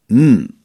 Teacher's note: وأما الحرف الثالث فهو الميم، م خرج الصوت من التصاق الشفتين